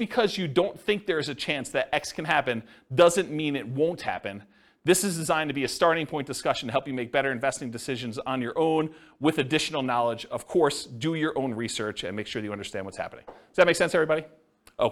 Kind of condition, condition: setting, live audience